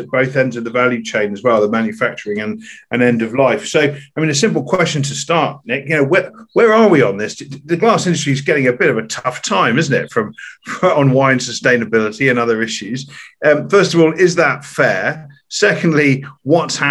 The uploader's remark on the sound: This is a recording from our Sustainable Wine Packaging online conference that took place on 23rd June, 2021.